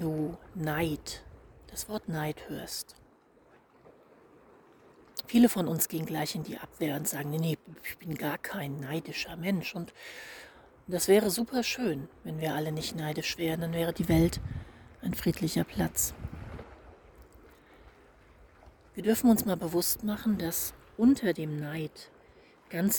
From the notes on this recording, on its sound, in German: Dieser zweiten Sabbatical Podcast Folge, die ich auf einem Steg im Meer sitzend in einer FastVollmondNach für euch live eingesprochen habe.